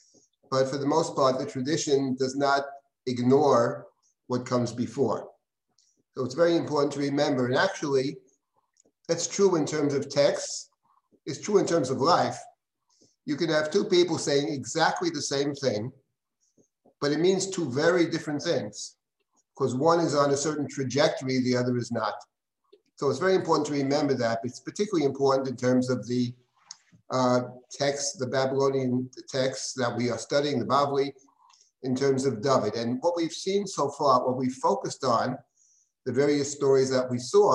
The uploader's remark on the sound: This audio was originally captured from Zoom